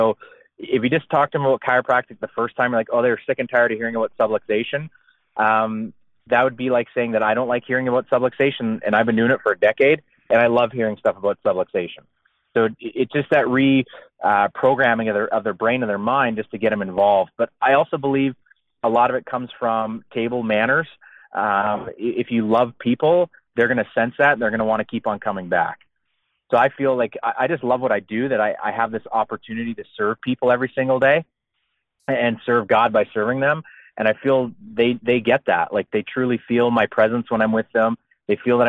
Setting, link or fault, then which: link, phone line